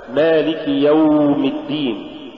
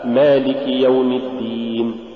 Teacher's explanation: مد ما لا مد فيه، كمد واوي مالك يوم الدين وصلا · Shown in: first take · والخطأ أن تقرأ هكذا مالك يوم الدين، والصواب مالك يوم الدين.